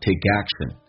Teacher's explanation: 中间有一个连音 k 跟 a，同时 k 要浊化